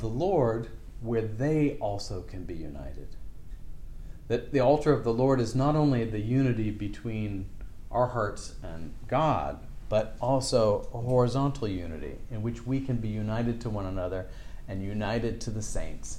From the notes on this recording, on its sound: This lecture was given on October 16th, 2023, at The College of William and Mary.